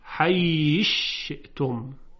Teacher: در حیث شئتم اینجا سا در شین ادغام میشه · Term: ادغام کبیر